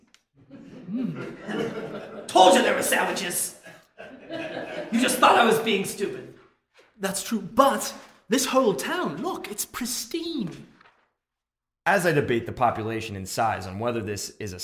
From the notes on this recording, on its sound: Originally Recorded Live at Packrat Comics